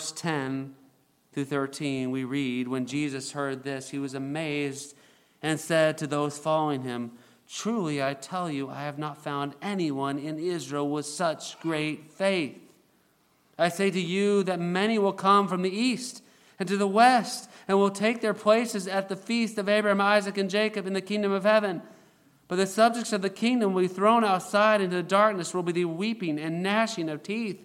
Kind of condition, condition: setting, large echoing room